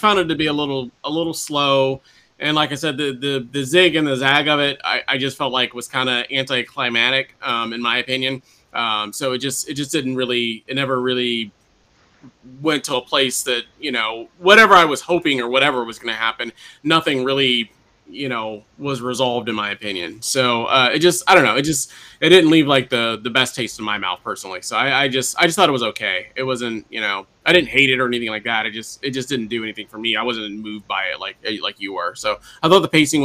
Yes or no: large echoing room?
no